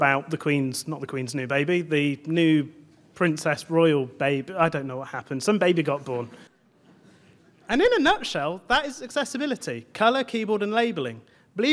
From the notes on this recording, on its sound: A selection of lightning talks from the recent BBC Develop conference in Salford and London